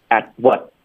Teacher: 开头前三个字都会省略结尾的这个爆破音 at whatpoint。都要导致干脆停顿，要顶舌头。At what?